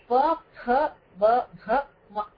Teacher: All of them pronounced using both the lips.